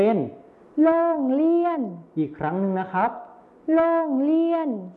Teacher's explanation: ในภาษาไทยมาตรฐานนะครับจะใช้รอเรือนั่นเองส่วนในภาษาถิ่นอีสานจะใช้รอลิงนั่นเองครับ เรามาต่อกันที่คำต่อไปเลยนะครับคำว่าเรือในภาษาถิ่นอีสานจะออกเสียงเป็นเรือหรือเฮืออีกครั้งนึงนะ · Term: รอเรือไปเป็นรอลิง